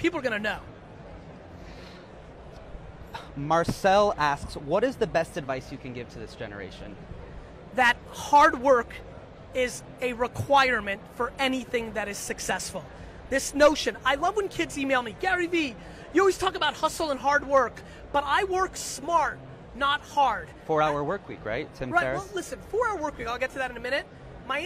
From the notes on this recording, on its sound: live interview style chat with CNBC while at the RISE Conference in Hong Kong